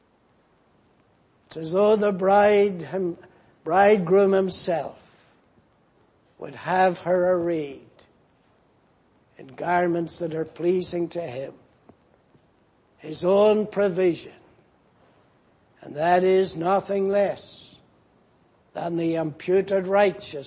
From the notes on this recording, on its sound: Preached in Grafton. At the Lord's Day Morning service on 5th May, 2019.